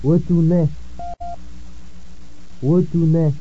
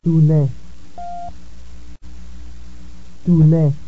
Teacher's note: The word ends with a nasal vowel.